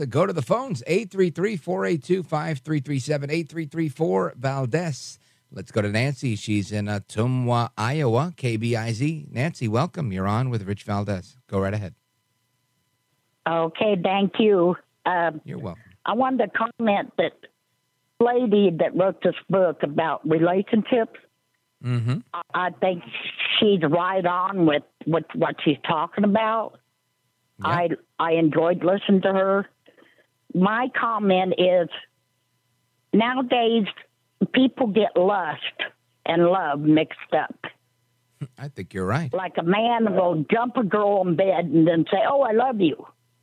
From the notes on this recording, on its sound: we take your calls in open phones across America